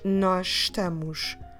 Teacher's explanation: Also, don't forget to do your sh at the end too, because the verb ends at OS, or in Portuguese, OS.